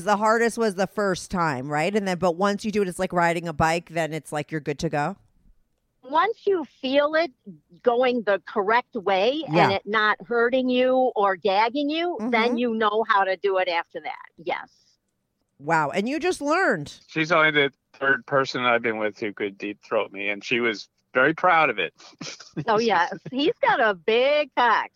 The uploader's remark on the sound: they called in to talk all about it